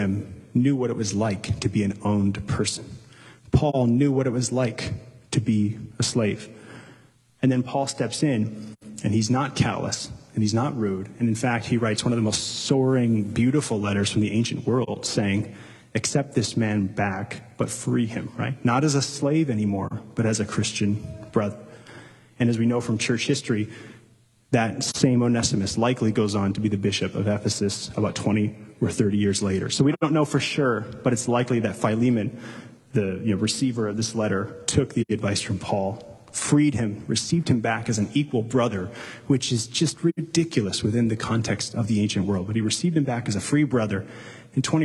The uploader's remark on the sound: Delivered live, at Capital City Church in St.